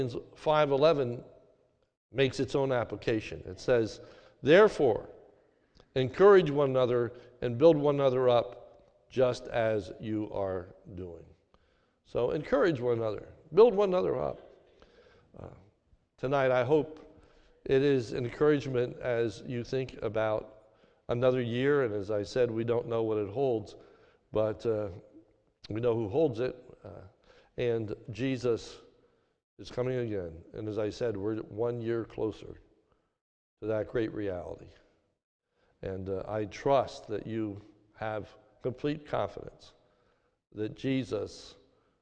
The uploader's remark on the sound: This is a sermon recorded at the Lebanon Bible Fellowship Church in Lebanon, PA during the New Year’s Eve service on 12/31/2021